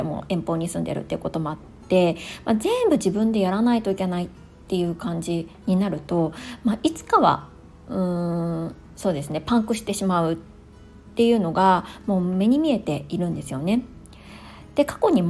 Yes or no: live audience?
no